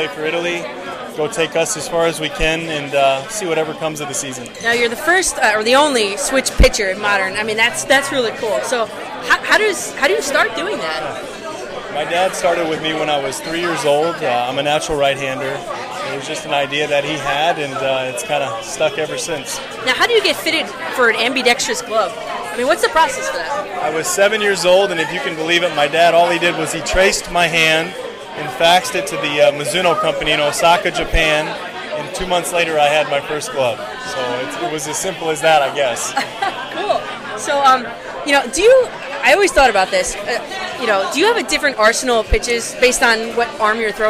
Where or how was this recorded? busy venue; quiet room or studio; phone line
busy venue